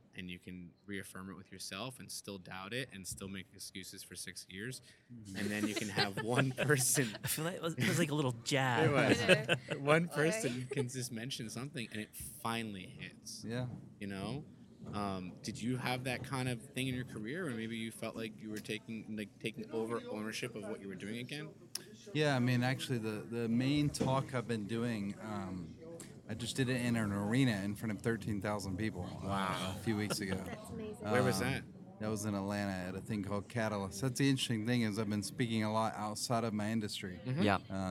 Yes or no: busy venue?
yes